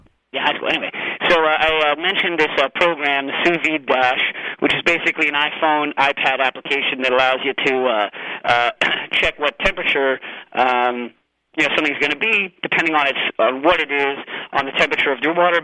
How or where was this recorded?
phone line